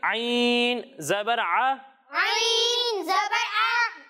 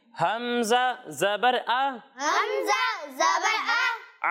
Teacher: جب ہم عین کی ادائیگی کریں گے تو اسے حلق کے درمیانے حصے سے پڑھنا ہے اور جب ہم حمزہ کی ادائیگی کریں گے تو اسے حلق کے نچلے حصے سے پڑھنا ہے